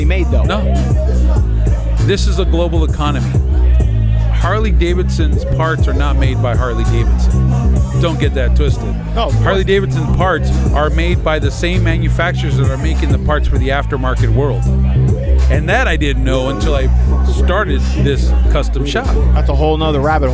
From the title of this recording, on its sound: Live from Rally in the Alley at Born Free Cycles